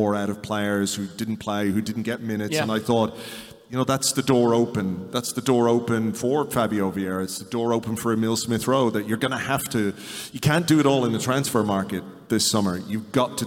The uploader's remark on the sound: This episode is a recording of the Arseblog & Arsenal Vision Live event from Union Chapel